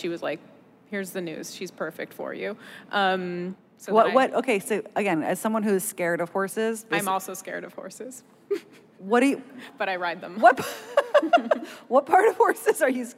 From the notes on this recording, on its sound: At the 2019 Werk It Festival keynote. Werk It: The Podcast is the ICYMI version of the live event. Both the festival and the podcast are produced by WNYC Studios.